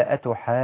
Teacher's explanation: كذلك قال أتحاجوني، ليس هناك تشديد في الجيم، معذرة في النون، ليس هناك تشديد في النون، فيصير عندي مد لازم واحد في الكلمة